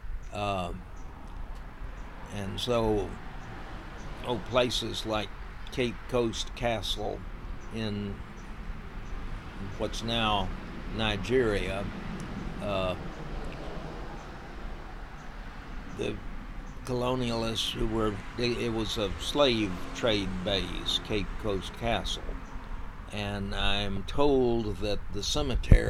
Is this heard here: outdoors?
yes